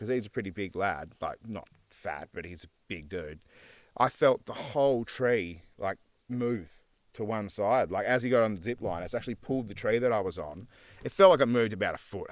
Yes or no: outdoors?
yes